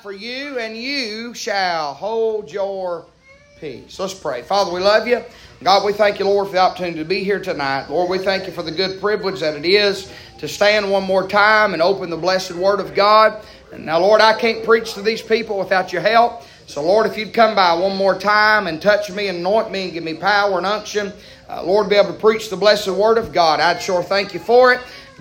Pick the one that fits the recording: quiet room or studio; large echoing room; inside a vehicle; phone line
large echoing room